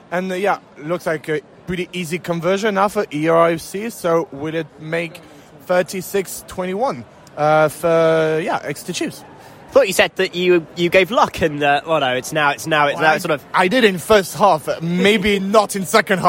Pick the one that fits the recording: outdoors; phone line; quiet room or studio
outdoors